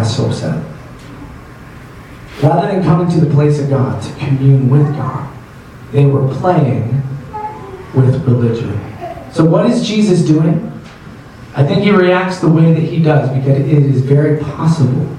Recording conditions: poor sound quality